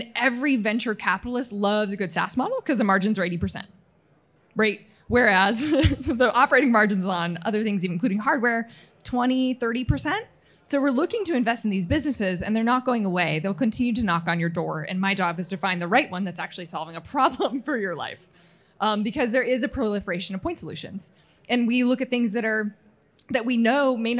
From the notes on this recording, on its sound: Recorded before a live audience at the 2022 OPTECH Conference & Expo in Las Vegas.